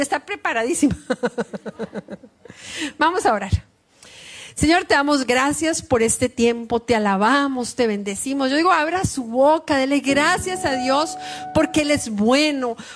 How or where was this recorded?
live audience